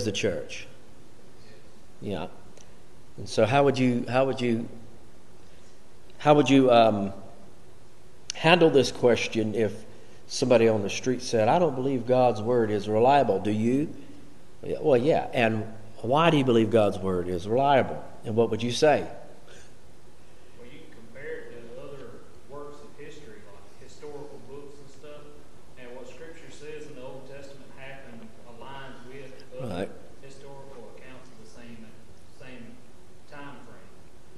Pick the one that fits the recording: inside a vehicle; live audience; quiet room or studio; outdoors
live audience